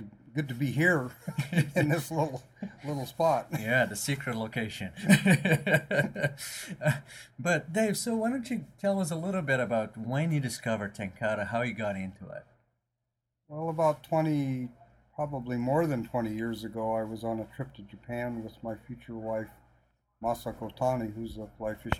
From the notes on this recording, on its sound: it was done in a noisy area